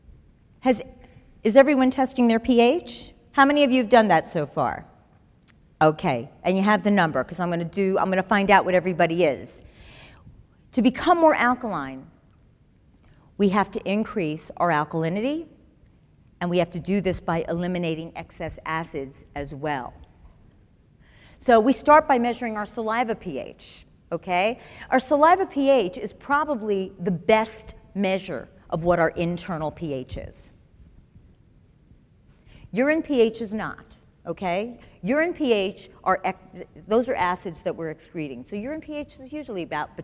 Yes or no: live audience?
yes